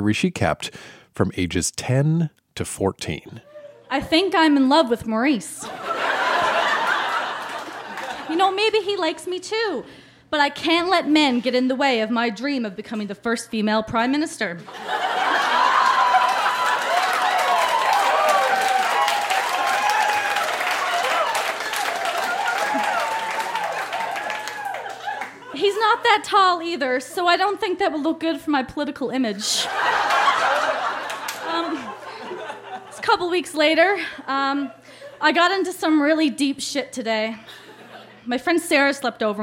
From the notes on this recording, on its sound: Recorded live at The Company House in Halifax, NS.